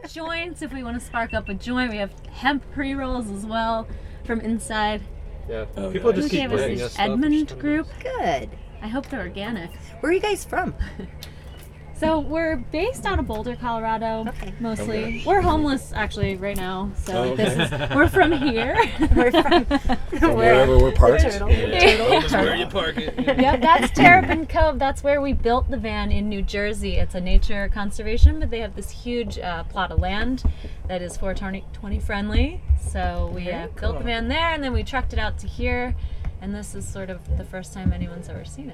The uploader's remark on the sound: The third episode in our series recorded in the CannaVan at The Women of Cannabis Conference.